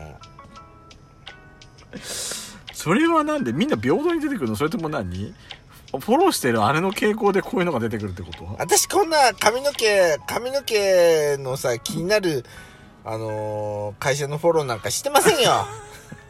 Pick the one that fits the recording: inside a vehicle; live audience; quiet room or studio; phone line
inside a vehicle